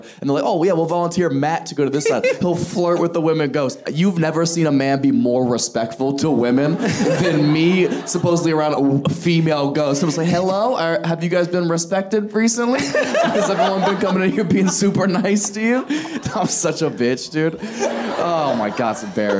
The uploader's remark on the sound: Crowd Work Show. This episode was filmed in front of a live audience at Funny Bone in Toledo Ohio in May 2023.